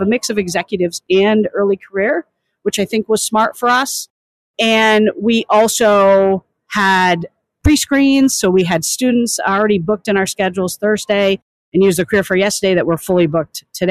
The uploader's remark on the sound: This special episode was recorded live at the WE22 career fair floor in the Diverse Podcast Booth powered by Cummins.